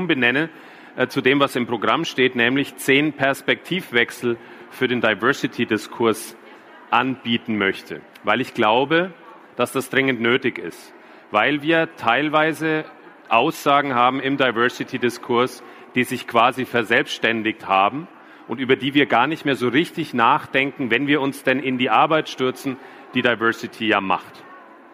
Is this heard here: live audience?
yes